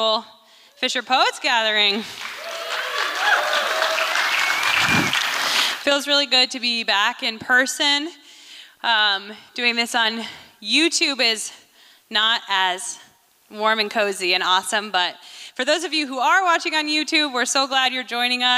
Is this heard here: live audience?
yes